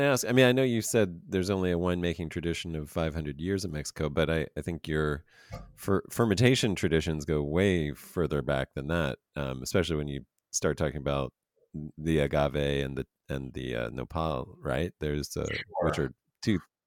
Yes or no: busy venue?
no